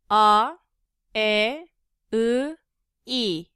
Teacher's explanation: So unrounded. Your mouth is not making that fish face.